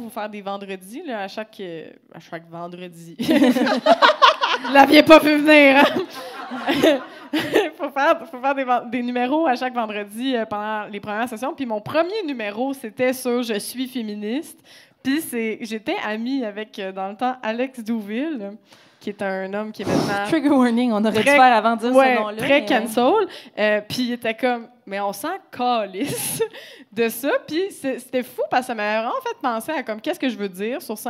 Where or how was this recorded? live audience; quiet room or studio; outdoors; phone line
live audience